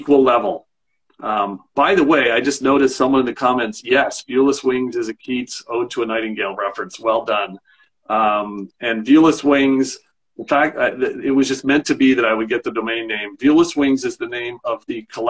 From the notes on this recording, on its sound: This event was originally a live (virtual) event that included audience questions.